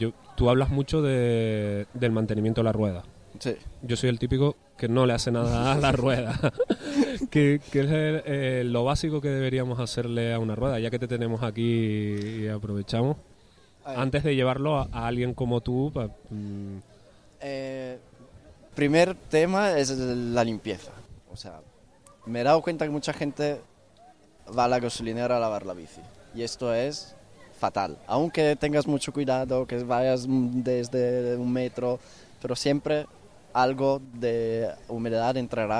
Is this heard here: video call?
no